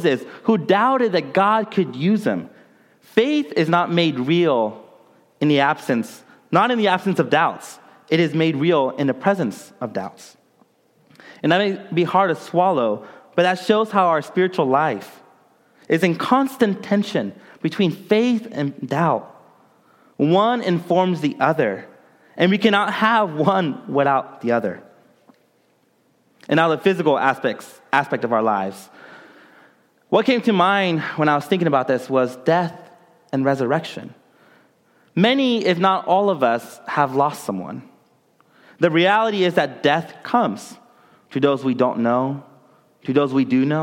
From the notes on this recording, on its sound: during the Contemporary Worship service